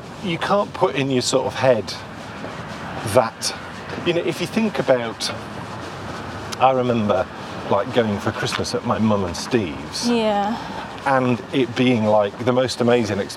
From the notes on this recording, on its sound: This is a day we traditionally head out for a walk. As we walk and talk.